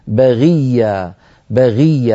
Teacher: الغين هنا مكسورة فالكسر يضعفها وهي حرف مستعل منفتح ليس مطبقا